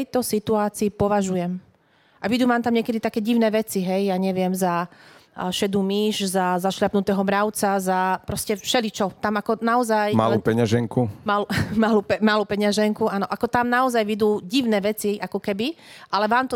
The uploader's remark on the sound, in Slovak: podcastu Život na MAXIMUM, v ktorom sa aktívne zapojilo aj publikum